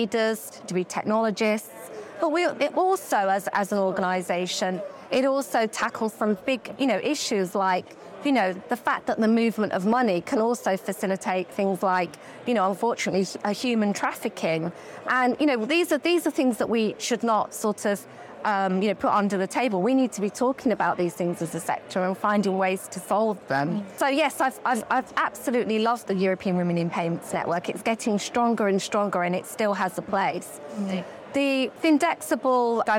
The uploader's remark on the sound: live from FinTech Connect